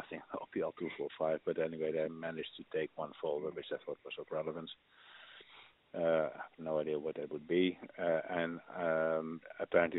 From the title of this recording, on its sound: Full phone call